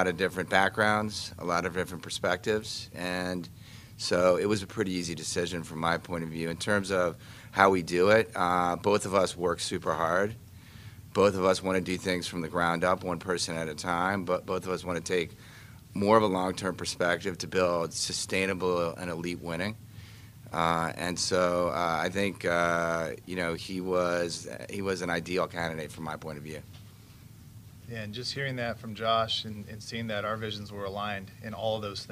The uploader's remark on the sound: Intro Presser LIVE From Ashburn